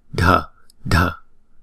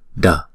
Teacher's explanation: Chúng ta để cái đầu lưỡi ở bên trong hàm răng của mình đó, và chúng ta đọc D, D. Chữ D mà nó hơi có nhiều hơi một chút, bật cái hơi ra · Shown in: first take · Term: âm bật